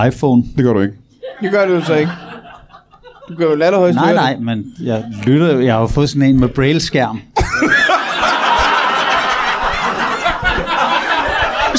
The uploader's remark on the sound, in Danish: LIVE fra 27b i Kolding. Optaget foran et levende publikum på altid fremragende 27b i Kolding.